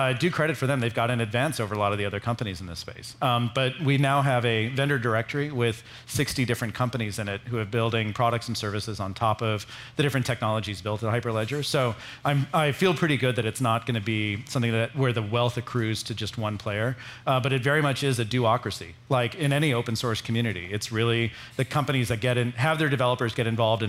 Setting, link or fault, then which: setting, busy venue